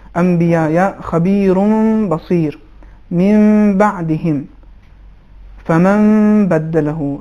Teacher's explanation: چونکہ میم ساکن ہو چکا ہے اس کے بعد حرف بے، لہٰذا یہاں پہ میم ساکن کا اخفا ہوگا. جو مثالیں عرض کیا آپ کی خدمت میں، انبیاء یا خبیر بصیر، من بعدہم فمن بدلہ، ان موارد میں گویا یہ کہ میم ہے، اگرچہ اصل میں نون تھا میم ہو چکا ہے لیکن حکم اس کا میم کا ہے.